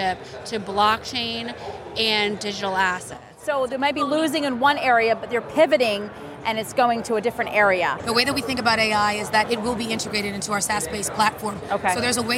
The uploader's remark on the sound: Walking the Floor at Consensus 2023. Is on the Consensus 2023 floor.